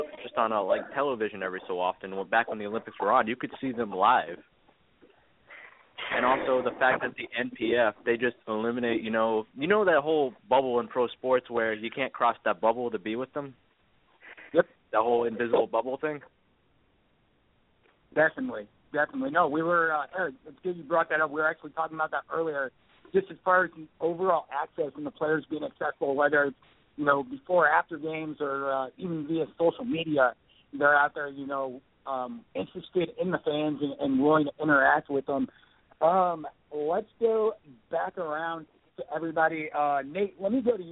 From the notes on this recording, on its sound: Opens the phones for the fans of National Pro Fastpitch.